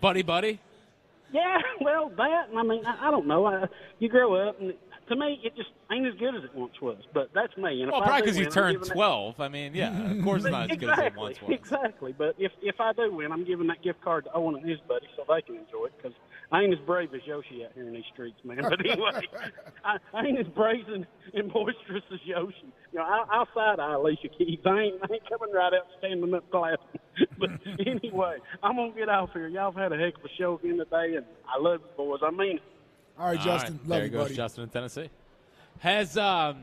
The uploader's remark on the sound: Live from Chickies in South Philadelphia